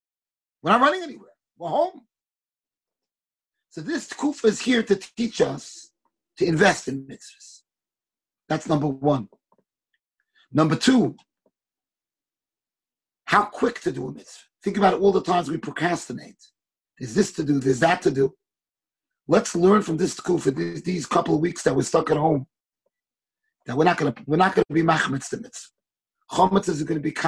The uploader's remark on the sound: Shiur recorded on Zoom conference.